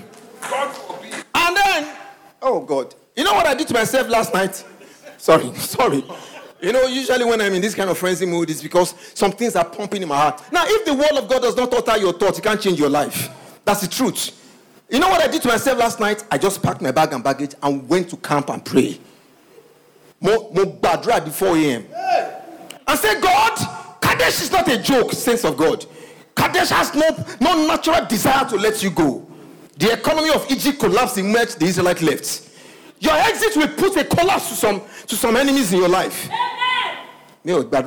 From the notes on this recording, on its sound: Recorded LIVE at our Interactive MidWeek Service